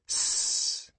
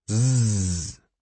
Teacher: Notice how you can't feel anything buzzing in your throat for s, but you can for z. This buzzing is the sound of your vocal cords doing what they do best, vibrate.